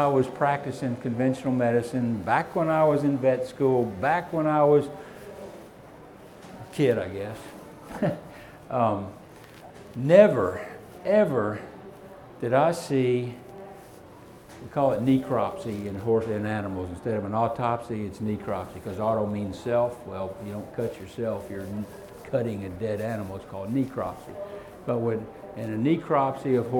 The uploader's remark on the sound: Seminar/Discussion recorded live from the Fall 2017 Equine Affaire in Springfield MA.